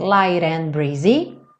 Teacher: Então, aqui também o light, o T vira rarara e junta com and